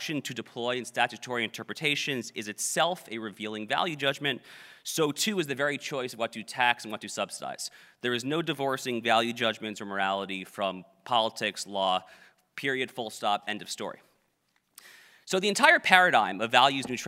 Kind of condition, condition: setting, live audience